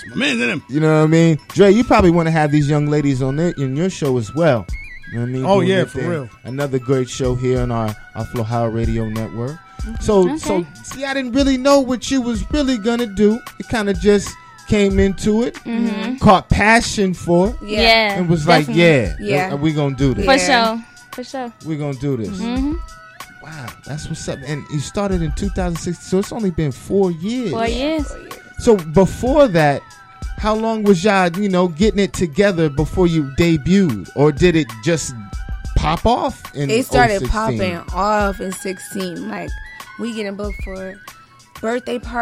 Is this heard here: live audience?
no